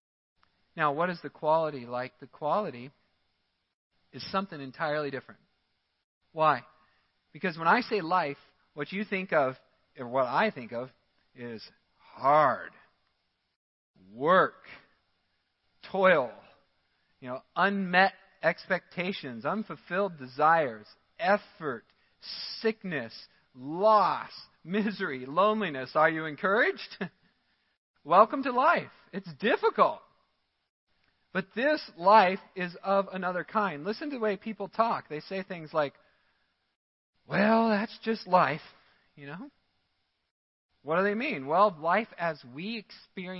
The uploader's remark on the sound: Midland Evangelical Free Church Sermon Audio